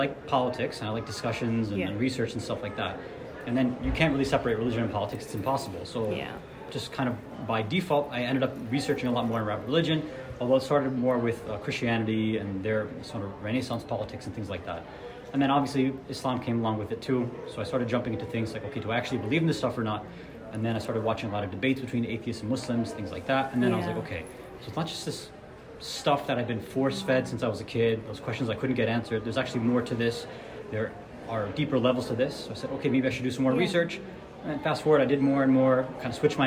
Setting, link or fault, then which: setting, live audience